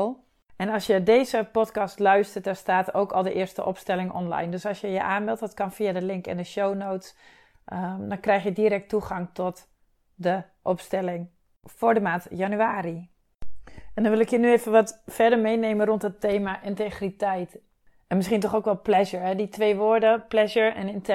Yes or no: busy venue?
no